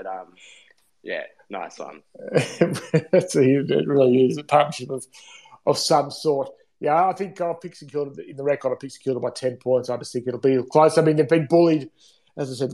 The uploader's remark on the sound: live on Twitter Spaces